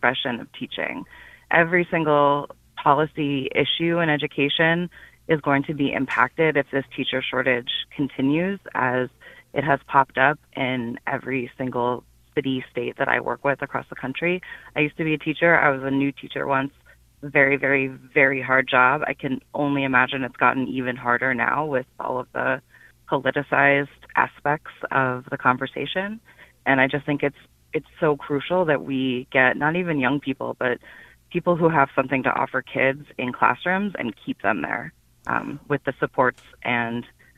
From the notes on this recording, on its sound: Listeners call in to share their views on education.